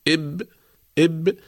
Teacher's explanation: مثال ذلك حرف الباء الساكنة، نقول إب إب، ينتهي الصوت عند الشفتين، عند انطباق الشفتين يتوقف الصوت